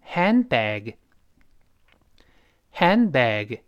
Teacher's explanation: Hand 憋一下气，再读 bag · Handbag 中间的 hand 当然失去爆破，这个的是个舌尖爆破，后面出现别的辅音了。